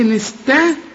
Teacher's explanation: الطاء هي المفخمة، يبقى رقاق للسين والتاء والعين كمان والتاء والميم اللي بعدها